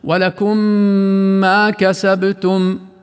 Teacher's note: فإذا جاء بعد الميم الساكنة ميم أخرى متحركة أو حرف باء فعلى القارئ أن يغن هذه الميم الساكنة بمقدار ثانية من الزمن تقريبا، طبعا كل للتقريب هذا الثانية، مثل الميم الساكنة في ولكم في قوله سبحانه ولكم ما كسبتم. فالميم الساكنة في ولكم غنيناها لأنه جاء بعدها ميم أخرى، لكن لاحظ الميم الساكنة في الكلمة الثانية كسبتم لم نغنها لأننا وقفنا عليها وليس بعدها حرف يوجب غنها وليس لها حكم أصلا حتى نصلها بما بعدها.